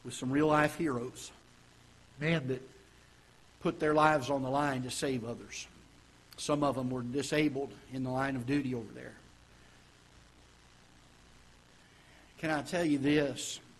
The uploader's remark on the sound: Ketha Heights Baptist Church ~ Live Broadcast